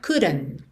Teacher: Fazendo rarara nesse D, couldn't, e não marcando o T final, porque afinal é uma consoante oclusiva que pode aparecer mais, menos ou nada, ok?